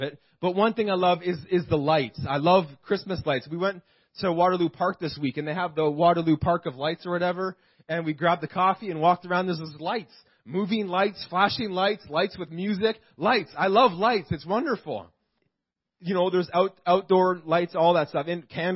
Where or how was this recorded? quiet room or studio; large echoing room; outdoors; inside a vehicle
large echoing room